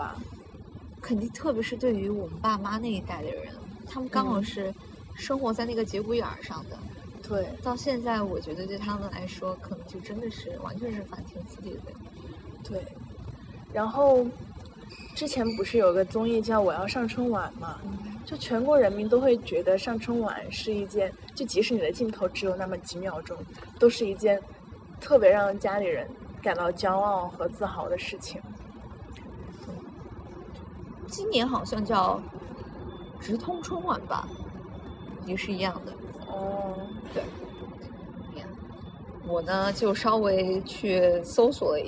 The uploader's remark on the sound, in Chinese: 本期节目的录制环境由于是在室外，因此收听过程中听众朋友们会听到一些杂音